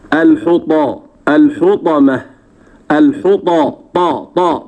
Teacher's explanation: فنقول الحطمة الحطى طاء هكذا بقوة ولا همسة فيه، وننتبه للتاء المربوطة نقف عليها بالهاء فنقول الحطمة. · Term: الطاء